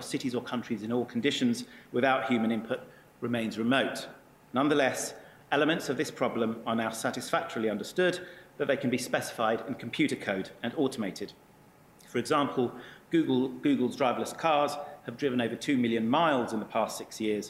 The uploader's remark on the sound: IFE Grand Challenge Lecture, recorded 8 September 2017 at QUT.